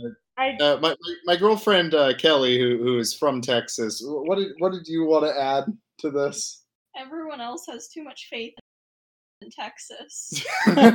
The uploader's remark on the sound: A very, very poor quality bonus "episode" recorded drunkenly on election night with a panel of people talking over each other